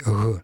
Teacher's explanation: Вот такое произнесение фрикативного, а не взрывного «г», то есть «г».